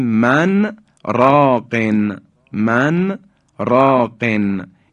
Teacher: این کلمه دیگه نون ساکن در را ادغام نمیشه استثناءن، میگیم من راقن، که بایستی یک سکتی رو در اونجا ما انجام بدیم، من راقن.